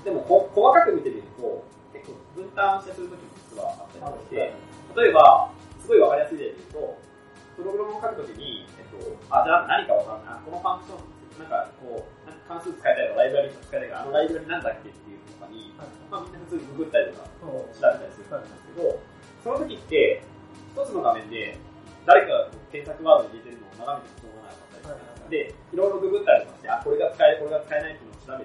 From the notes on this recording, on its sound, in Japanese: 今回も音質が悪めです。